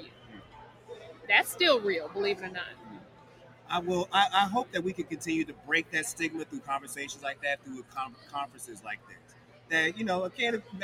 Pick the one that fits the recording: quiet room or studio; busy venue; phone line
busy venue